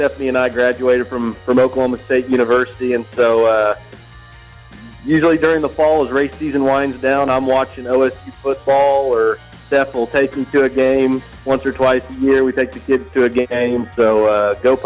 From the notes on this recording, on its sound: Joins us over the phone